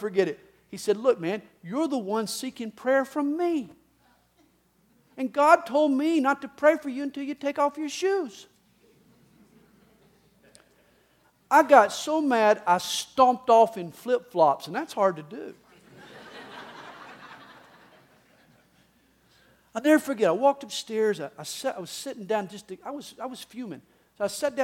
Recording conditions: live audience